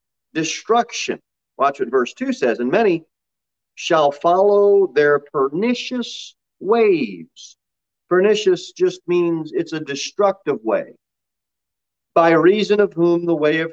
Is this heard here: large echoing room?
yes